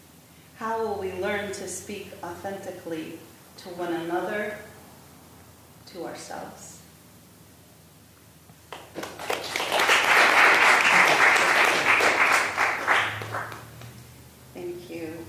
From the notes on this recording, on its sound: Patagonia San Francisco's Poet Laureate Celebration featured six poets laureate from across the Bay Area. In this two part special feature we present a replay of the live performances.